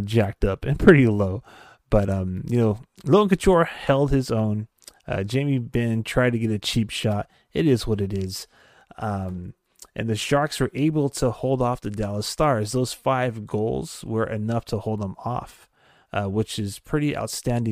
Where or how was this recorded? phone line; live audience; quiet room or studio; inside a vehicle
quiet room or studio